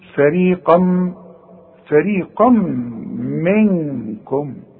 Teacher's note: القاف مدام بعدها مد بيبقى اعلى درجات التفخيم. اذا بتبدأ الكلمة بحرف مرقق جدا وبعدين بتنتهي بحرف مفخم جدا.